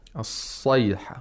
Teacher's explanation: The sod has to be pronounced with thickness